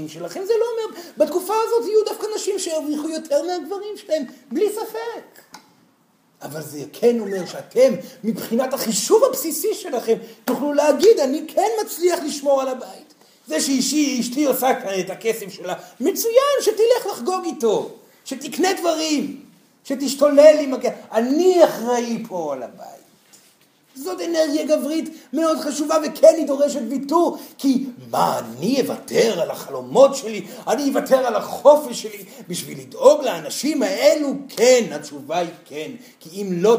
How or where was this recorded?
live audience